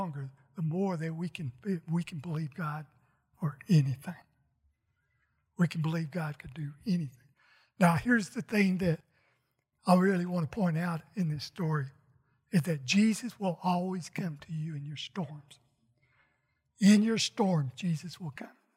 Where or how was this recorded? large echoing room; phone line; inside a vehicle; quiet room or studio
large echoing room